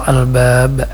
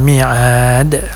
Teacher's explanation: di ujung ayat itu biasa qalqalahnya agak cepat sedikit